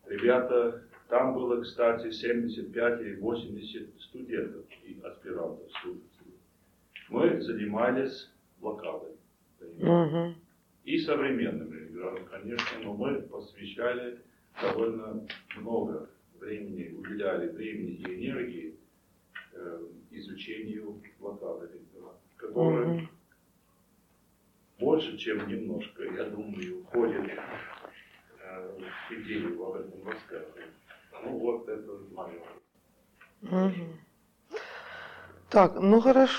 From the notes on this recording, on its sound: Delivered at the University of Kansas. As part of the Russian Writers in Residence program.